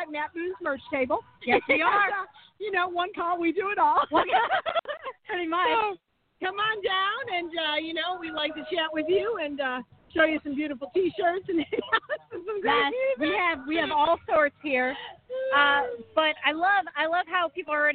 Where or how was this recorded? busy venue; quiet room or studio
busy venue